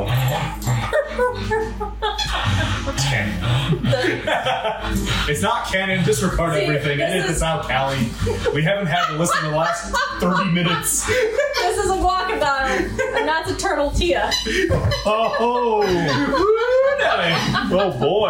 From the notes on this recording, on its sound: The audio quality of this episode was a bit compromised